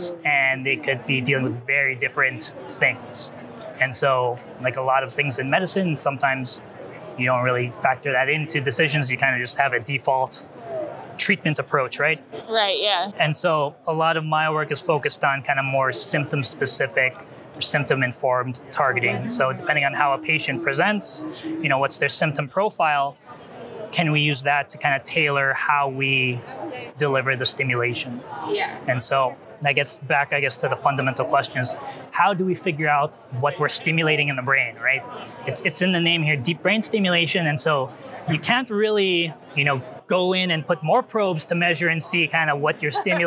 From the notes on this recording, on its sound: In this set of interviews from the Society for Neuroscience 2023 conference